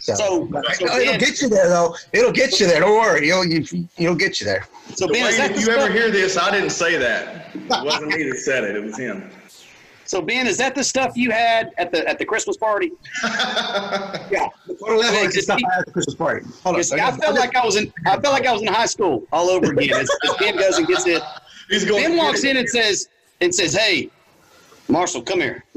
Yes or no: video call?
yes